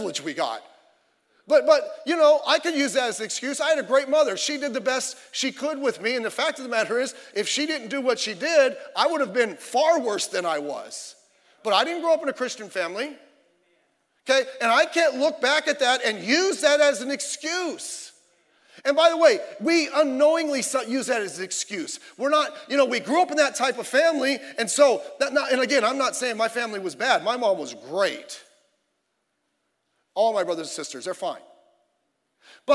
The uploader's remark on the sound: Sunday Evening Service